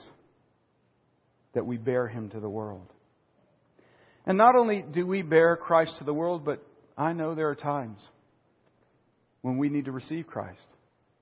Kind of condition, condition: setting, large echoing room